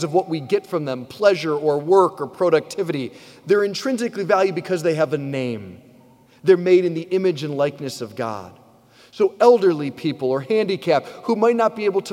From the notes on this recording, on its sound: preached this homily on June 25, 2023 at St Basil the Great Catholic Church in Brecksville, OH